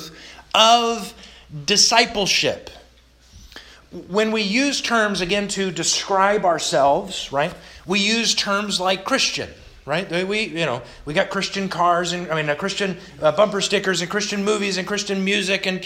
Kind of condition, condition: setting, large echoing room